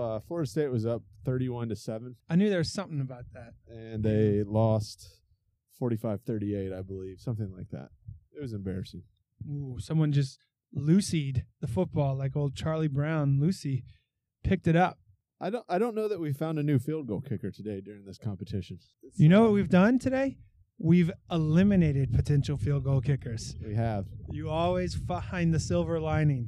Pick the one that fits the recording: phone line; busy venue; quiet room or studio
busy venue